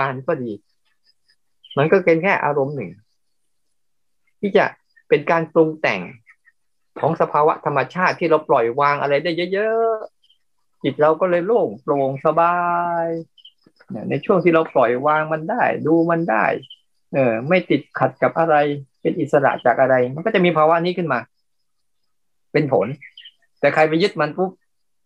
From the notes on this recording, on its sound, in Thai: คอร์สออนไลน์ (ผ่านโปรแกรม Zoom)